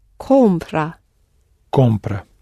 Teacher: And the stress, it's a present tense verb, the stress is on the penultimate syllable · Term: present tense stress